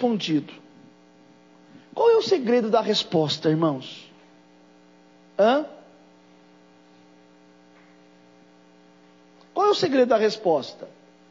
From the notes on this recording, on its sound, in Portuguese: Durante culto das causas impossíveis.